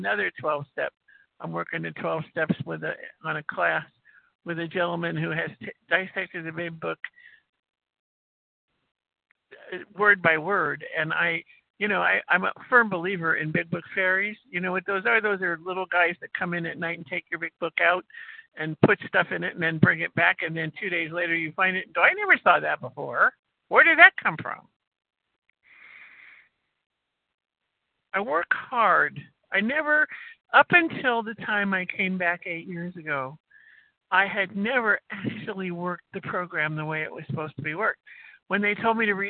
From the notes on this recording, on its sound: qualification from the 100 Pounders Phone Meeting